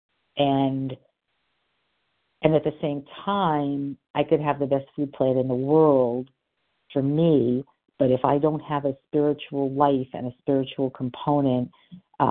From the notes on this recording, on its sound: from the 100 Pounders Phone Meeting